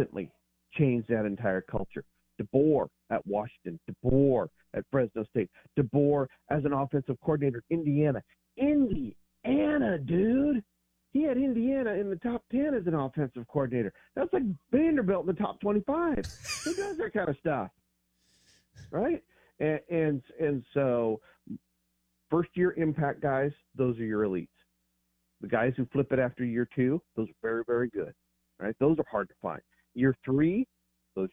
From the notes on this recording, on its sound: Joins the show on the Farm Bureau guest line talking bout the best graded coaches live in the BankPlus Studio.